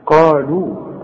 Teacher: من بعدي قالوا، قالوا القاف دي اعلى درجات التفخيم اللي بعدها الف. قالوا ورقق قوي اللام اللي بعدها. قالوا في عندك الف عليها الخمسة المدورة، ده حرف علة يكتب ولا ينطق.